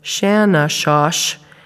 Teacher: he's using SHs for all of his consonants in that word, or most of the consonants in that word. · Term: stridency overgeneralization